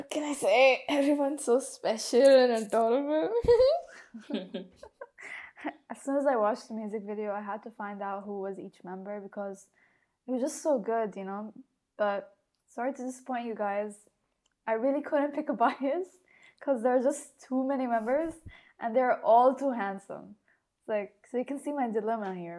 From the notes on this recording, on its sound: We apologize if the audio was not clear. We’re still getting used to the equipment.